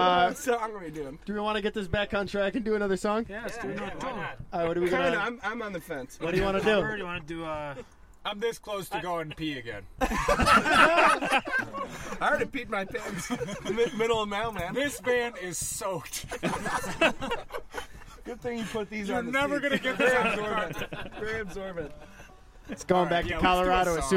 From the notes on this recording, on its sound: Live From A Van. Recorded a bunch of badass music in our van.